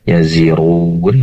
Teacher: pastikan roknya dipertebar karena roknya berharokat dhammah dan juga hukum bacanya adalah mat arid disukun 3, 5 sampai dengan 6 harokat.